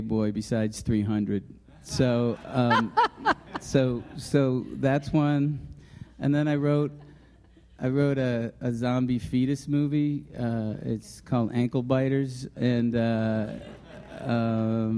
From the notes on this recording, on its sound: Screen Talk came to Park City for the Sundance Film Festival this week. Live recording of the latest episode, which took place in front of a sold-out crowd at the Airbnb Haus on Main Street.